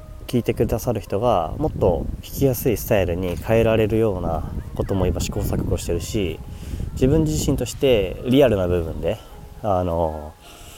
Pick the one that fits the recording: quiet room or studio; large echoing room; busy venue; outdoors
outdoors